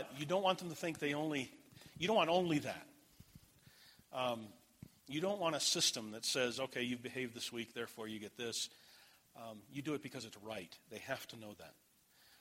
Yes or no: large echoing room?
yes